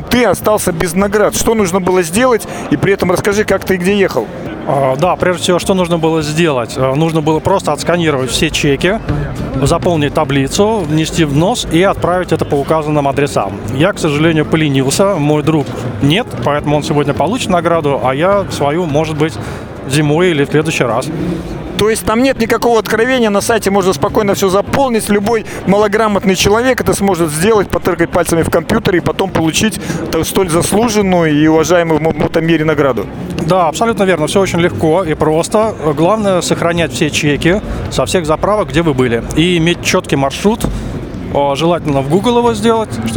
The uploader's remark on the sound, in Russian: Выставка "Поехали 2022". Записано в мобильной студии радиостанции с 2 по 4 декабря в Экспоцентре на Красной Пресне (Москва).